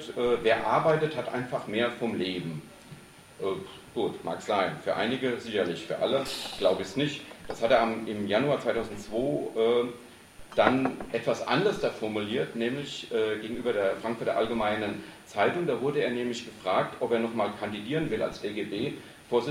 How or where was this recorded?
busy venue